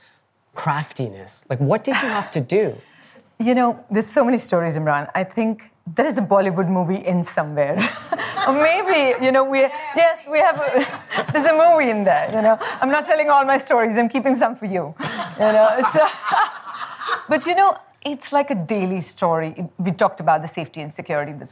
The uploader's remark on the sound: Her first public talk. At BoF VOICES 2023.